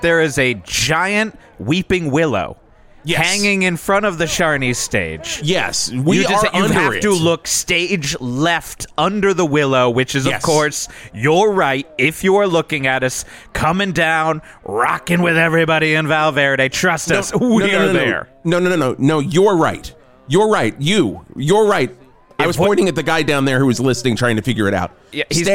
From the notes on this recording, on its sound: live from Verde Square for the 41st Val Verde July 17th 1982 Patriotic Parade!